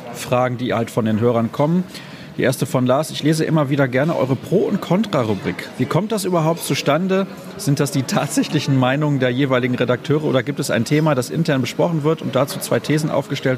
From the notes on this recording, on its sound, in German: Premiere als Ort der Aufnahme durfte das Backhaus Grobe feiern.